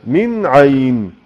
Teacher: إظهار حلقي لوقوع العين بعد النون الساكنة. عين آنية كذلك إظهار حلقي لوقوع الهمزة بعد التنوين.